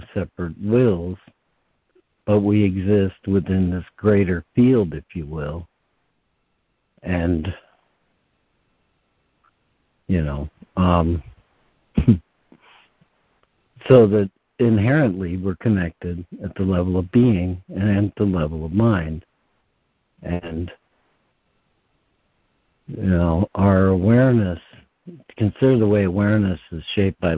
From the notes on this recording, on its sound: ACIM Daily Conference Call